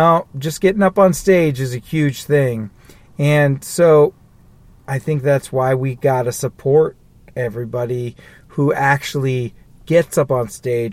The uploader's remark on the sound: Somber Ramblings in a Car